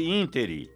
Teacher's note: A palavra ínterim é proparoxítona e, portanto, com acento gráfico na antepenúltima sílaba, e não oxítona, como ouvimos por aí, ínterim.